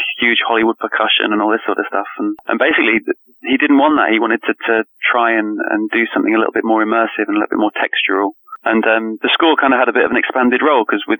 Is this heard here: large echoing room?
no